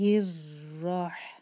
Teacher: بسم اللہ الرح، را پر شدہ ہے، یہاں پر تکرار ایک سے زیادہ نہیں کرنی، رر جیسے نہیں آواز آنی چاہیے، اور را کو ہیوی پڑھنا ہے کیونکہ را پر فتحہ ہے